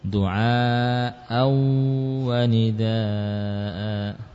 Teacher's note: tanwin ketemu wawu dengan gunnah